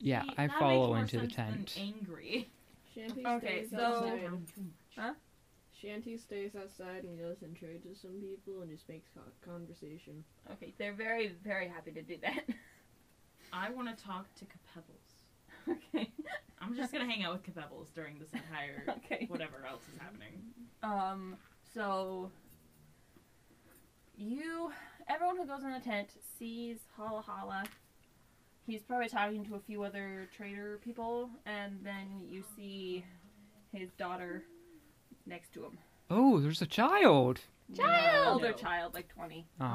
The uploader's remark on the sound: The audio on this episode is not great. It's very quiet, then obscenely loud.